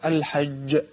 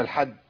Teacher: طيب كذلك برضو كلمه الحج، عند الوقف عليها يجب ان اقلقل الجيم قلقله كبرى · Shown in: first take